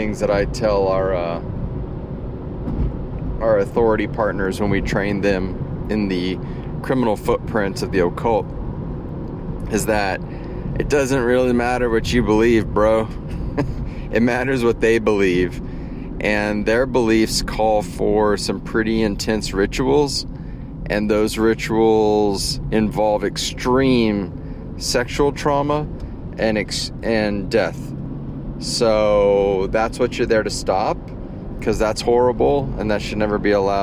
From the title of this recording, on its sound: In the Car, from the Field...